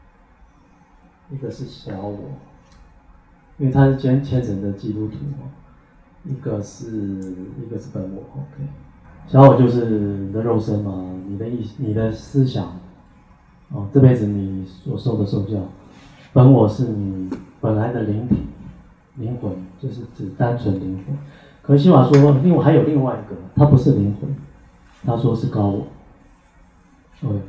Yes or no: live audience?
yes